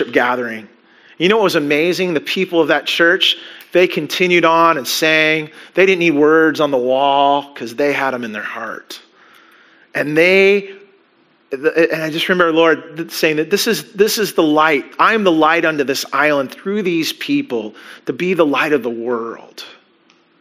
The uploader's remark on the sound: Christmas Eve Service (Audio)